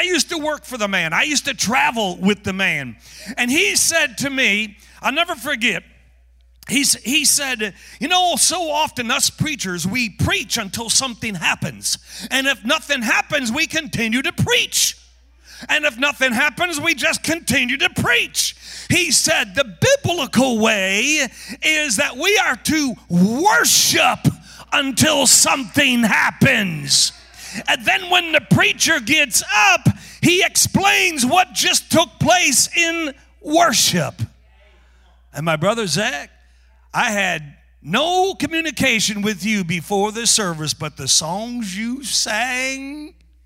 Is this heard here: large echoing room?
yes